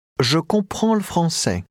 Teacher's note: the L sound of le français almost gets lost, but not quite